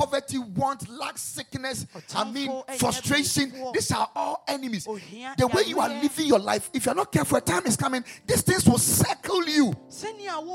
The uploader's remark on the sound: Preached at the Royal Service.